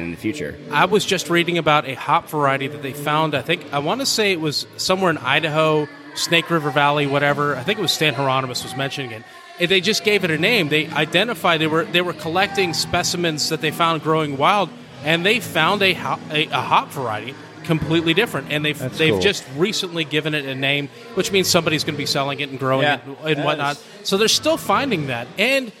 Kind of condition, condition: setting, busy venue